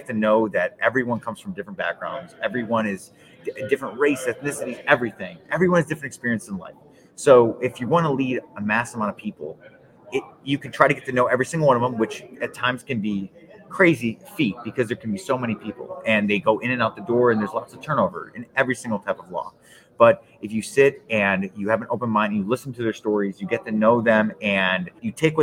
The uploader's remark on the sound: We set up shop on podcast row at the 80th annual American Baseball Coaches Association Conference in Dallas.